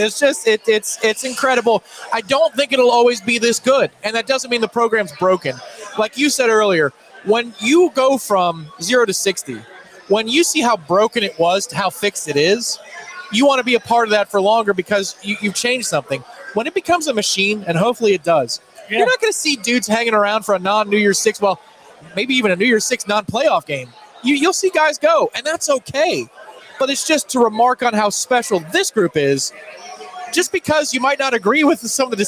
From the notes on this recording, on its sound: LIVE from the Harry Buffalo in Orlando!